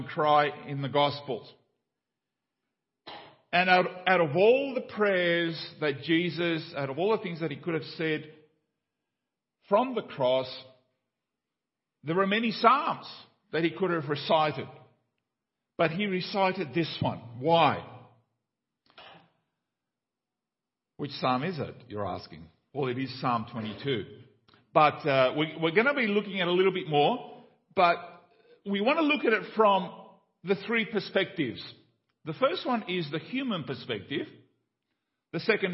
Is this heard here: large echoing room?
yes